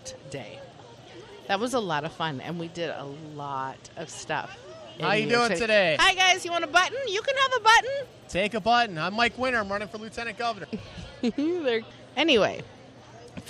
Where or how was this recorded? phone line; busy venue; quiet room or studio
busy venue